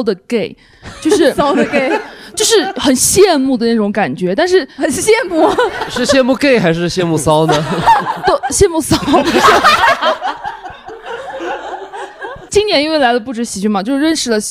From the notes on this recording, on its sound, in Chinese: 本期录制时送给现场观众。来自昆明的喜剧演员在这个乐子人客厅广交朋友。